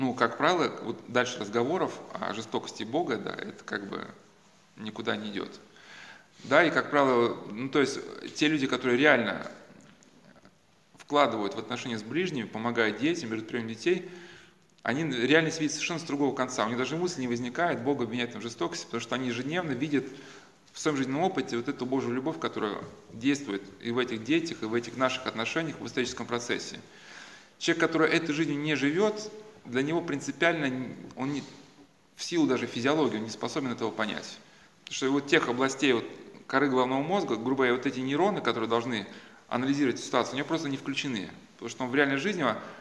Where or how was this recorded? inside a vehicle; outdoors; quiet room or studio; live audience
live audience